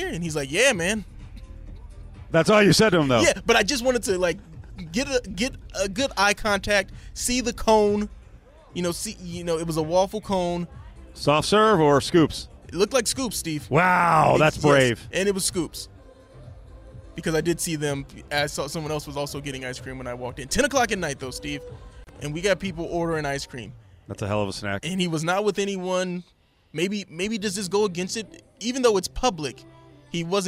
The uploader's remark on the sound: LIVE FROM THE COMBINE